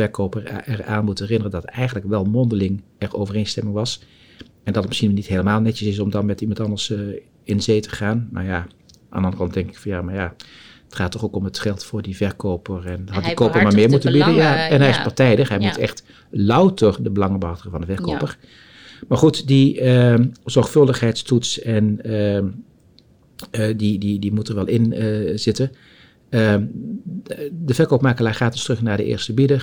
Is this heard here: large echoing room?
no